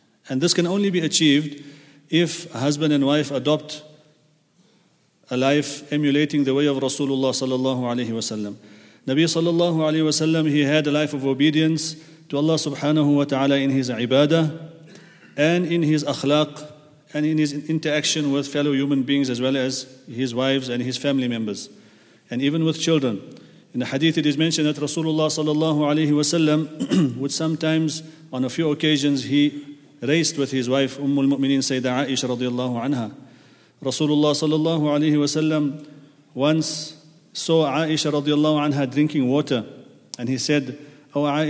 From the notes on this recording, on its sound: At the Houghton Masjid (West Street).